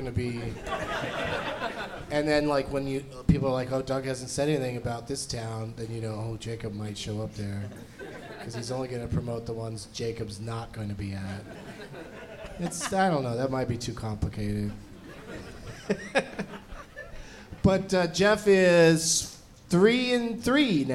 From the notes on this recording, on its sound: Live from Cobb's Comedy Club in San Francisco